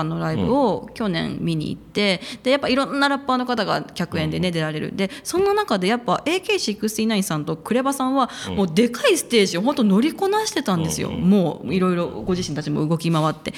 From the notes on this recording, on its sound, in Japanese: 公開収録